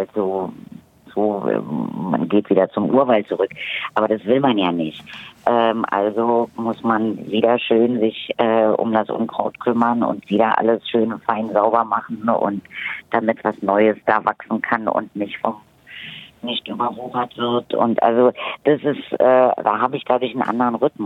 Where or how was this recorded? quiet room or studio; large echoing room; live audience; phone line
phone line